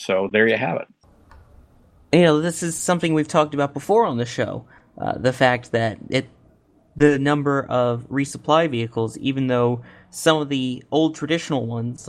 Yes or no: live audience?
no